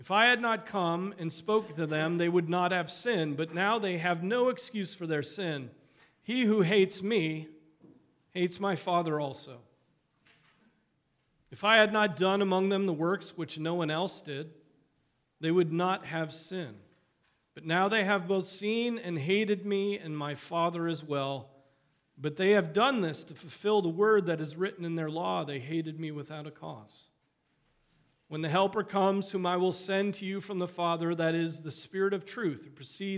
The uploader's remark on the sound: Preached on March 19, 2023 at Trinity Presbyterian Church